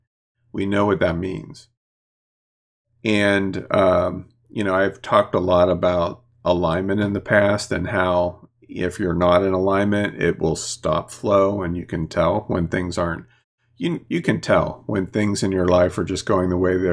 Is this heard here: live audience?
no